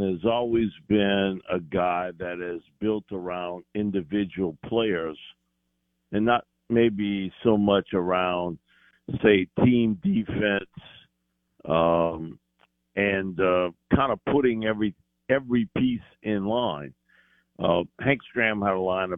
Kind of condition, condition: link, phone line